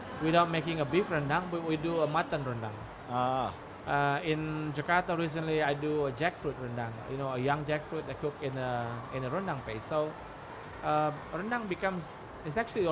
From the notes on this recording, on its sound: Live interview from SIBF 2022.